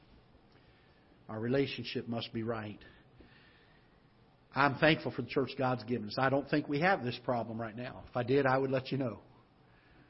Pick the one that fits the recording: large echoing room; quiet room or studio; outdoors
large echoing room